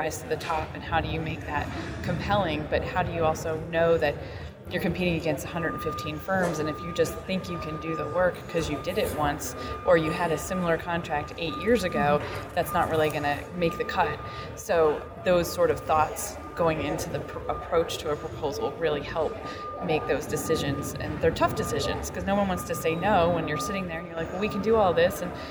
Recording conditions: busy venue